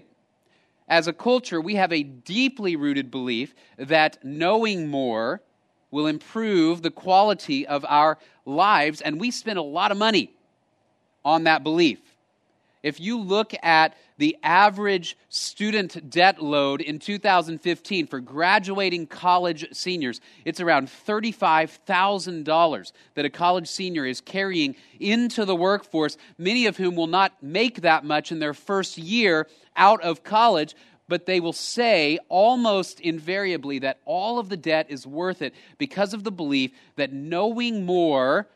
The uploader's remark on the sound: Location: Grace Bible Church Creekside